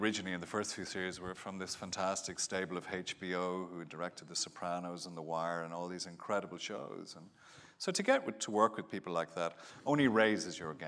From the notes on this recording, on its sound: joins us at the Apple Store, Kurfürstendamm in Berlin